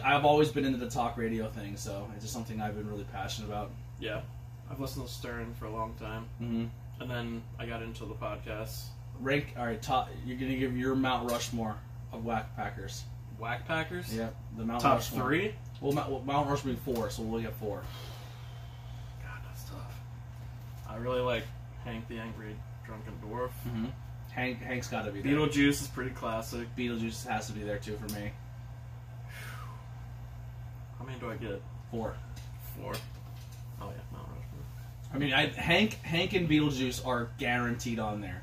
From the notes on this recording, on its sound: This was a quick video made with my phone so sorry if the audio is not like some of our other episodes.